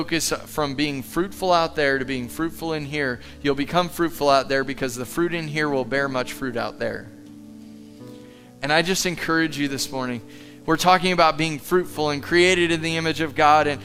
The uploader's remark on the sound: Live from The Summit Church in Dover, OH